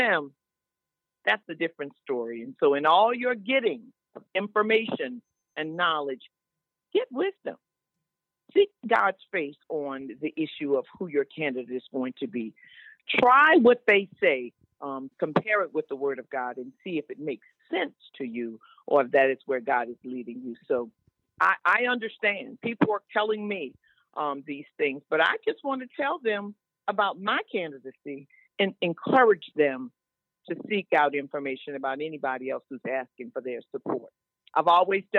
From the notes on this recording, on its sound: The Open Line Radio Show. Special guest on the phone.